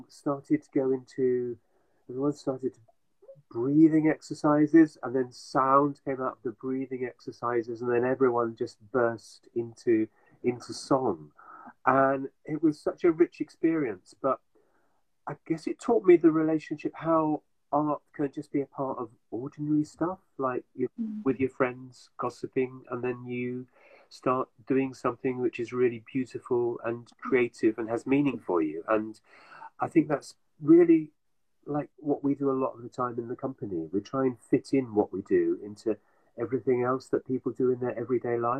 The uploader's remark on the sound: live on Instagram